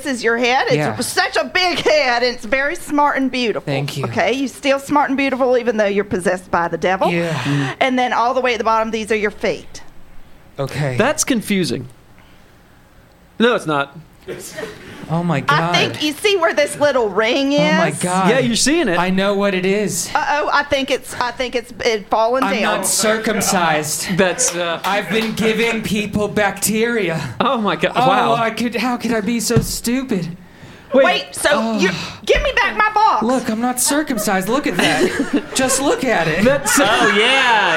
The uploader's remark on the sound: The stars came out for the first ever Welcome to Colonel live show!